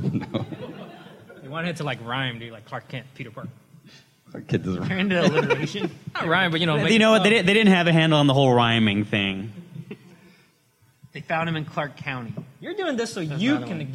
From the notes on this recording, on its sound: Recorded live before a studio audience, here's the audio version of the "Friends of Comic Vine" panel from last weekend's Long Beach Comic Expo